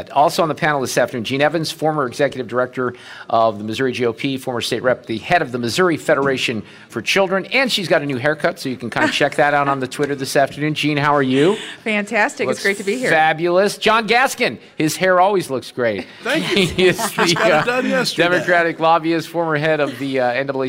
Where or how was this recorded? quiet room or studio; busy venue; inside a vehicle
busy venue